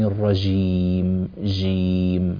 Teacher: الجيم عندك تحتاج إلى تعطيش اللي هو يعني تحقيق صفة الشدة في الجيم